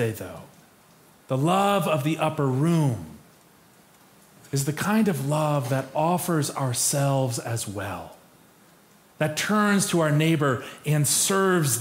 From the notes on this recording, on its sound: Preached for our Maundy Thursday Worship Service